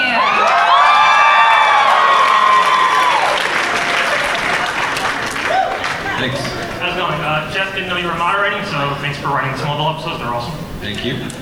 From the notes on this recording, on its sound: Bonus – Arrow panel NYCC 2012.